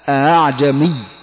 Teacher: قرأ حفص هذه الكلمة بتسهيل الهمزة الثانية الهمزة الثانية قرأ بالتسهيل بينها وبين الألف، يعني ننطقها بين الهمزة والألف